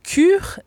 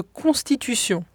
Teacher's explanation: Le premier est un palatal, bien articulé sur le sommet du palais. Et le second, vélaire, plus subtil sur le voile du palais.